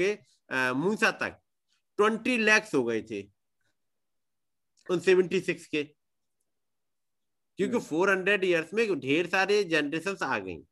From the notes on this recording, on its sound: Arunachal Pradesh. Zoom Meeting.